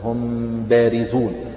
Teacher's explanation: فالإظهار ليس فيه غنة، ليس فيه غنة، وتطبق الشفتين بقوة في الميم ولا تغنها، فهذا الإظهار.